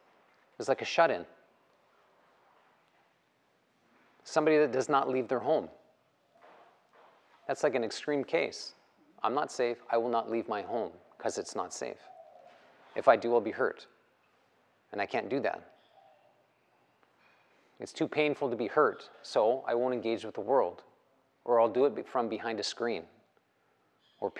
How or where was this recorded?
live audience